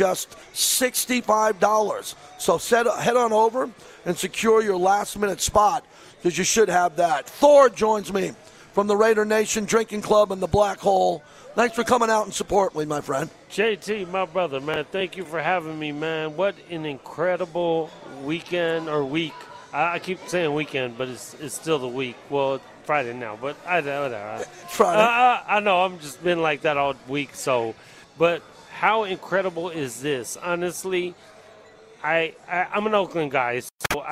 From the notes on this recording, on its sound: LIVE FROM CAESAR'S PALACE